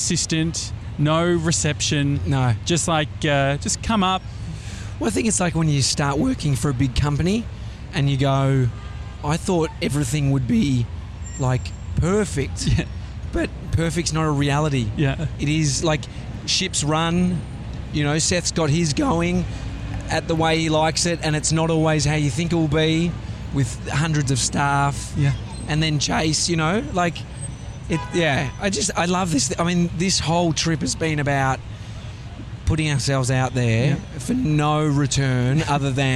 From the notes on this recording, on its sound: we're live from outside The Flatiron Building